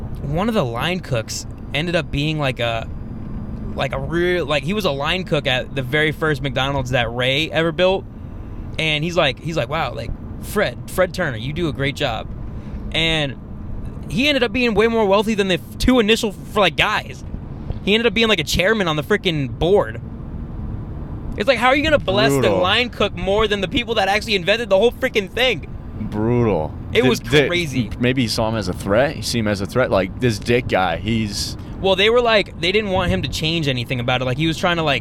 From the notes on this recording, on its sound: We go to our first open mic. Half we recorded on the way to the mic, and half was recorded on the way back.